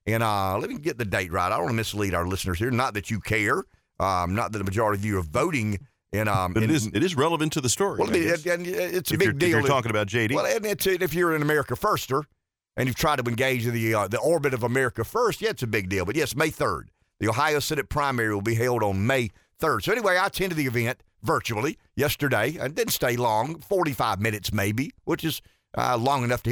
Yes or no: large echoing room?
no